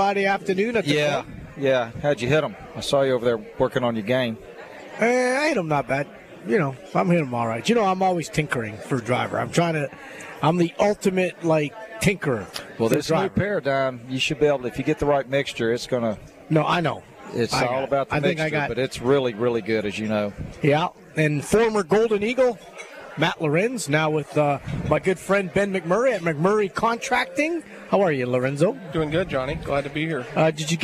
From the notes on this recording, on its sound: LIVE From Felix's Fish Camp!